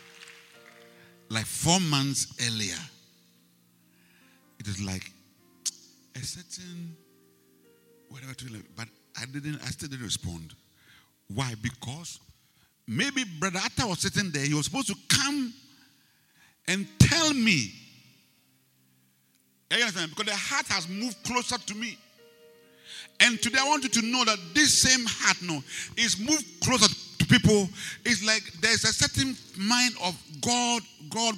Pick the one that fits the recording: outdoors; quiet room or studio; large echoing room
large echoing room